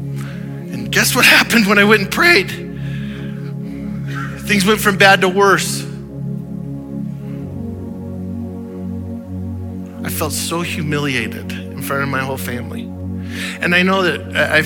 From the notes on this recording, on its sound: Audio file of the Sunday Morning Sermon.